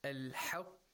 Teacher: the qaf has a dhamma, so it has the moderate level of tafkhim, because you're making the lips, you're rounding the lips, you're making the lips rounded.